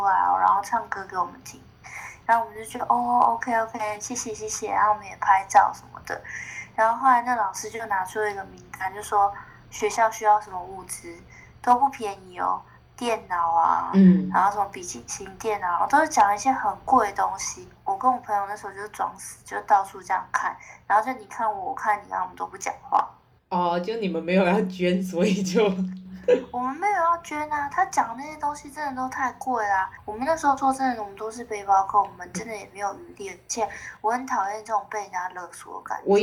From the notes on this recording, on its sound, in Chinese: 我決定瞞著她打開手機錄音